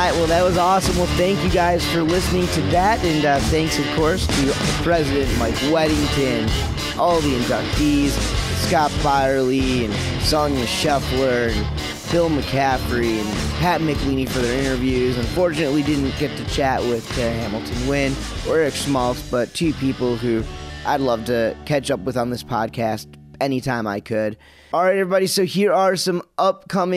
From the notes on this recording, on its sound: recorded at the 2017 Wakeboarding Hall of Fame Induction Ceremony